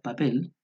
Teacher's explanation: En español, en cambio, al pronunciar la palabra papel, vemos que no existe una aspiración marcada en ninguna de las dos consonantes presentes en esta palabra